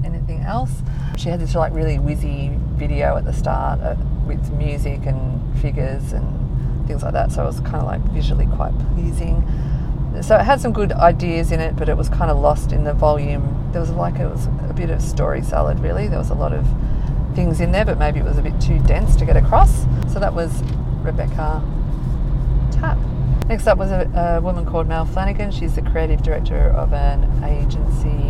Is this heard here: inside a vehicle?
yes